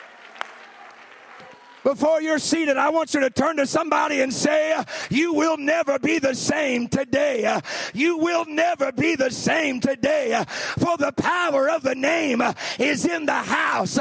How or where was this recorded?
large echoing room